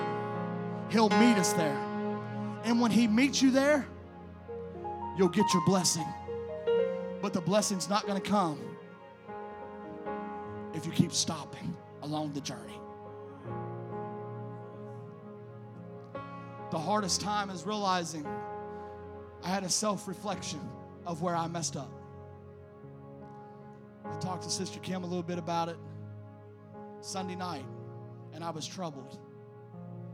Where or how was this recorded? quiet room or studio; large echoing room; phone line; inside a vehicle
large echoing room